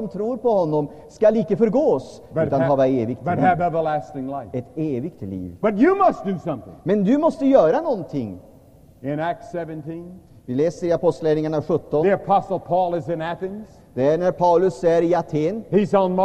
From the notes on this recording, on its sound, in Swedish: Inspelad i &#196;lvsj&#246;m&#228;ssan, Stockholm 1978-09-30.